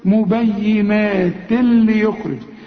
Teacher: ادغام كامل بدون غنة